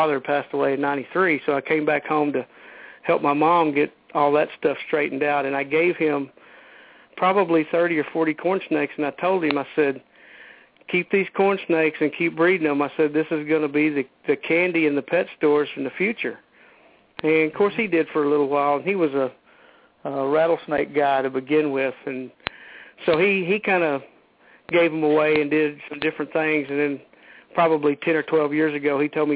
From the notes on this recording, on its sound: We will open the phone lines for your calls in the second half